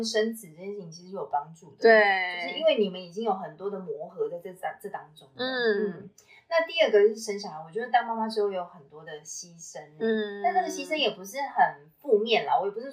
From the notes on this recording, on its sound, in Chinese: 本集音質欠佳，敬請多包涵